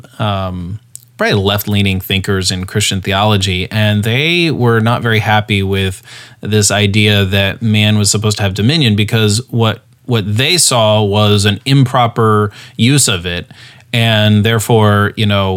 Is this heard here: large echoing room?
no